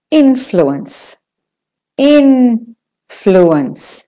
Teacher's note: In is your stressed, main stressed syllable, your primary stressed one. U, flu, is your secondary stressed syllable.